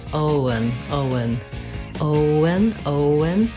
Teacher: Make sure you hold the O nice and long. And then the letters E-N say the schwa sound, and the N, un.